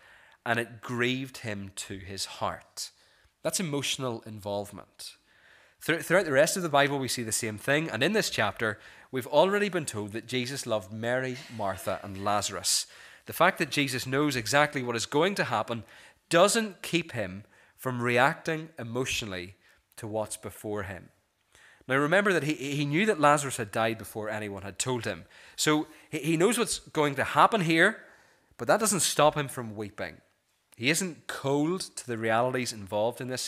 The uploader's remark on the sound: This is the recording of the Bible reading and sermon from our morning service on Sunday 4th February 2024.